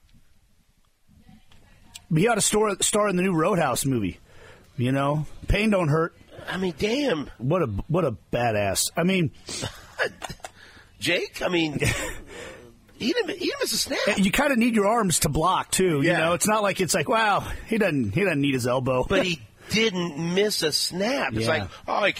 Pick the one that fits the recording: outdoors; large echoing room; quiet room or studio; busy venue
outdoors